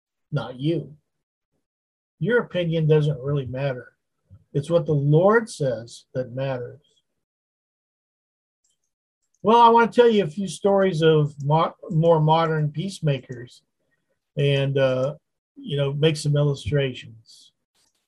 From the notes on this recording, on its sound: Wednesday Zoom study